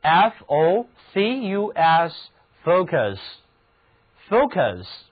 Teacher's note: 在这里字母 u 读音是倒写的元音